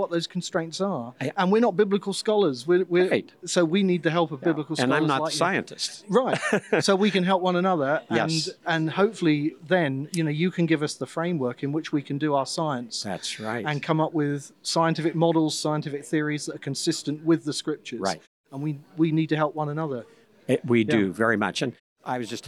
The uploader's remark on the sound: Live at the ICC. Together in person at the International Conference on Creationism at Cedarville University!